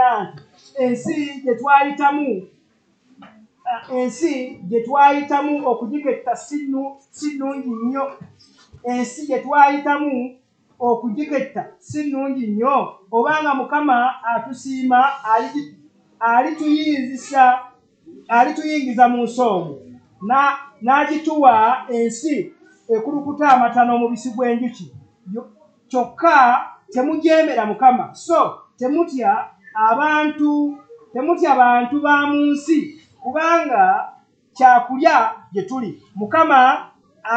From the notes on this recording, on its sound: This was preached at Lubumba Community Church on July 16, 2023